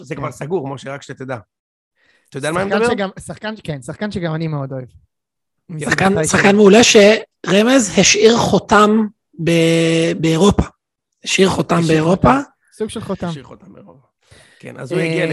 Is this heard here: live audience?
no